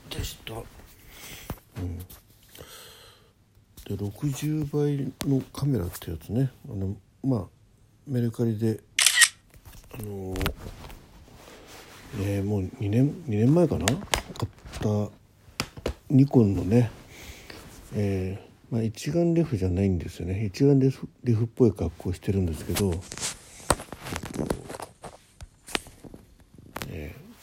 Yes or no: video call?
no